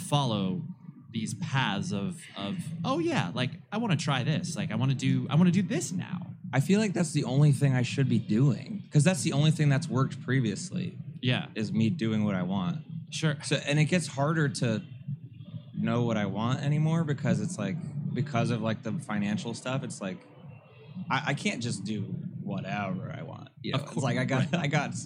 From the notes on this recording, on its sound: Live from NAMM w/ Gator Cases. I had a great experience recording my first "live" podcast at the NAMM Conference back in January of 2020. At the Gator Cases booth.